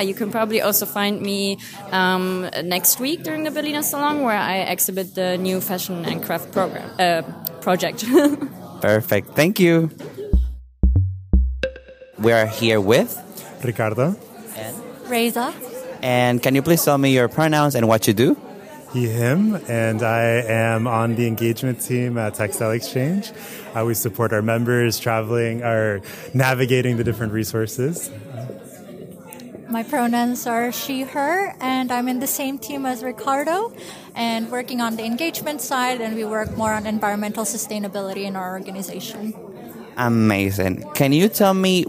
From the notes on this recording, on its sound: Live from 202030 Pop-up: Culture & Communication. At Kronprinzenpalais, guests joined us live in Berlin for the 202030 Pop-up: Culture & Communication. The stage program featured speakers leading from the sector of cultural sustainability, and included authors, activists, designers, community leaders, and public personas.